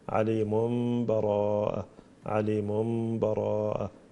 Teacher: إذا الواصل عليم، تنوين ضم، براءة، فإقلاب عندنا هنا